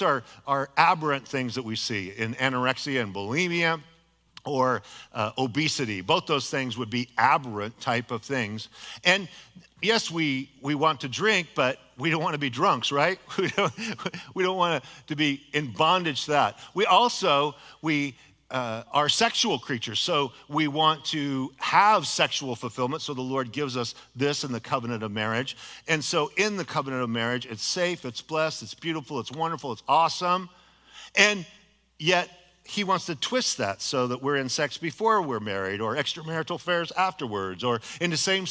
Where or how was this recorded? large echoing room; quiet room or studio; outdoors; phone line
large echoing room